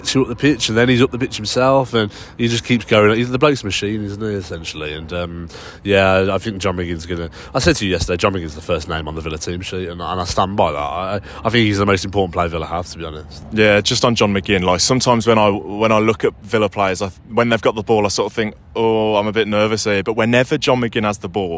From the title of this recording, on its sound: Live from Central Park, New York